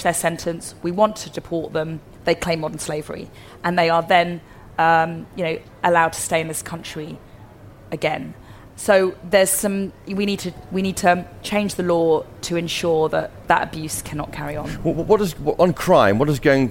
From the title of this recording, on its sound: Live from CPC